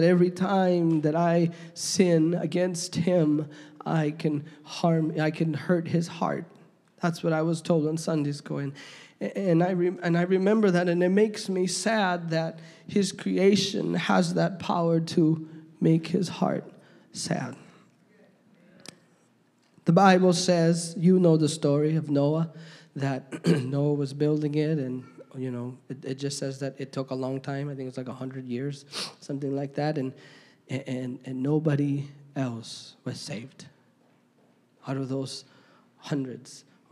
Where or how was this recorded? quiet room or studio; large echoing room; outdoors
large echoing room